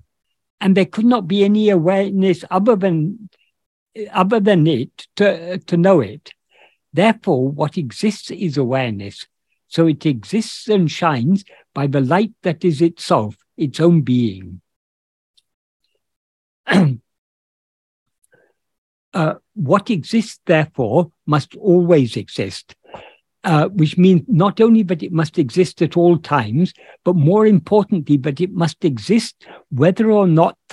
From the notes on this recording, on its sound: In a Zoom meeting of the ‘Ramana Maharshi Foundation UK’